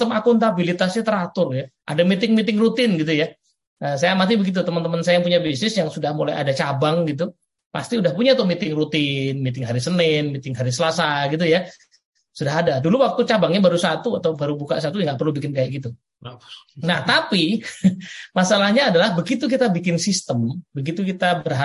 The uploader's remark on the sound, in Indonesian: Dunamis Audio Webcast. Akan dilakukan melalui Zoom Meeting.